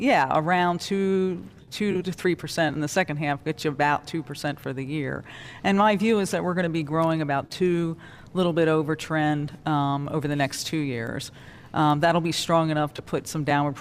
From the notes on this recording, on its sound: Live from the Federal Reserve Bank of Cleveland.